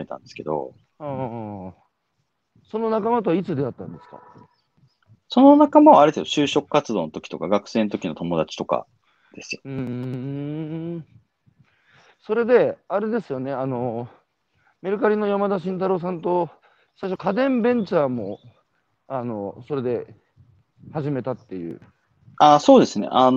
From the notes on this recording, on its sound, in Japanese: 歩きながら1時間、対談する